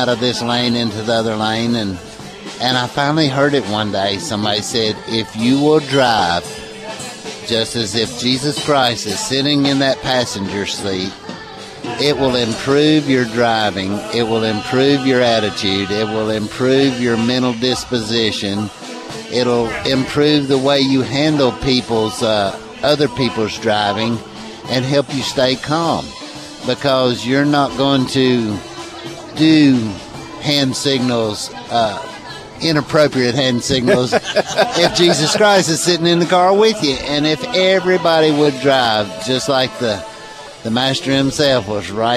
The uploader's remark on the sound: “LIVE ON LOCATION TODAY” Middle Eastern Christian Festival.